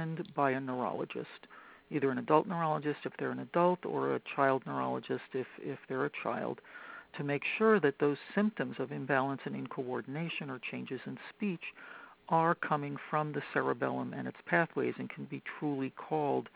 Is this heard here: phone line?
yes